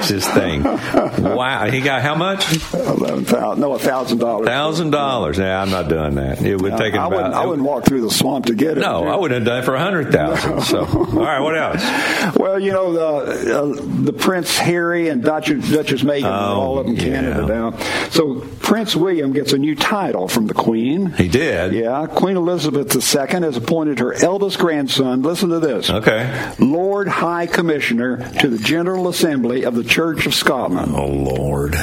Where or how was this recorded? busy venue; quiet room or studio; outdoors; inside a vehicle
busy venue